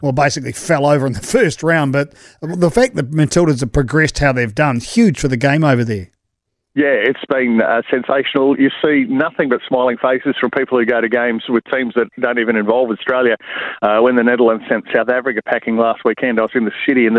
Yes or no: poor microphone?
no